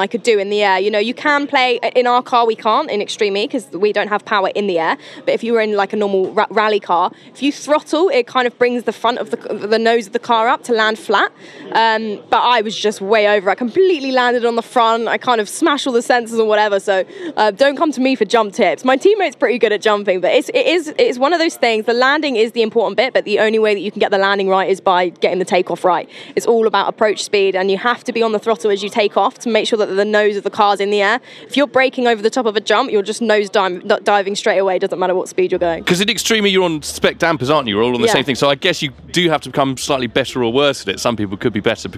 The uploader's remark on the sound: For this year’s Goodwood Festival of Speed, we took our microphones with us